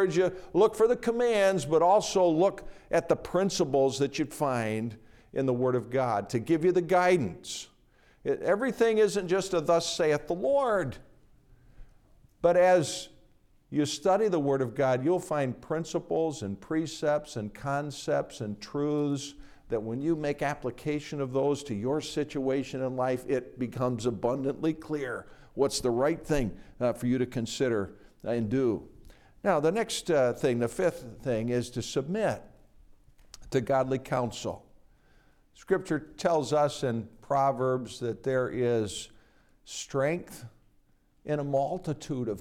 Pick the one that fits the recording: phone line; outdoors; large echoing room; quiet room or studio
large echoing room